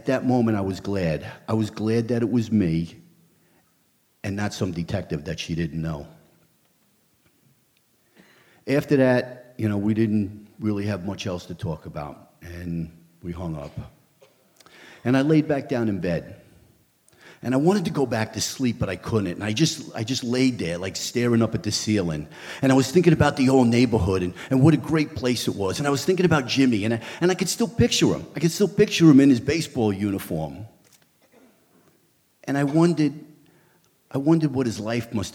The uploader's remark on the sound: A special live edition of The Moth recorded at the Shubert Theatre in Boston.